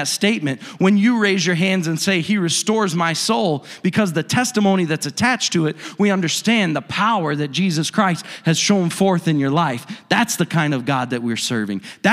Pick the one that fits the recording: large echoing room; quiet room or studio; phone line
large echoing room